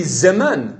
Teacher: where you have a shva at the beginning, at the beginning of the word, like zman, it should be zeman. It's not zman.